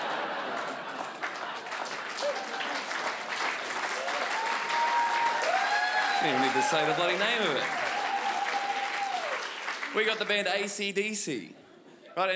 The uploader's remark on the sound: Melbourne International Comedy Festival's Comedy Up Late. Recorded at the home of the Festival Club, Max Watt’s for ABC.